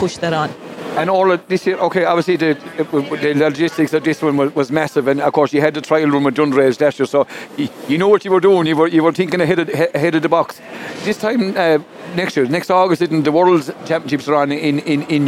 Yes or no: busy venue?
yes